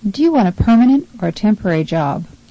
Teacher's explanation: Notice that the questions have rising intonation and then falling intonation. The responses, because they are statements, have falling intonation.